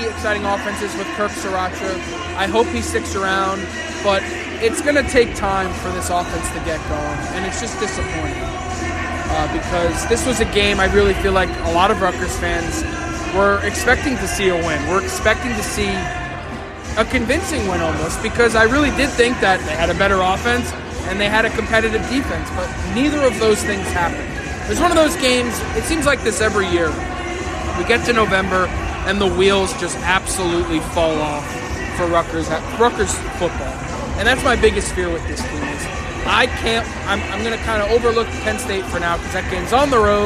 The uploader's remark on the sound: Live from Jersey Mike'a Arena. Live from Jersey Mike's Arena ahead of Rutgers victory over Georgetown.